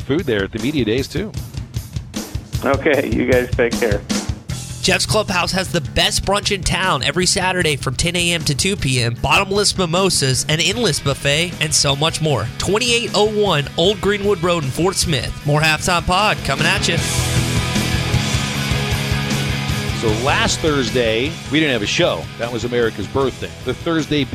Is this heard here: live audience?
no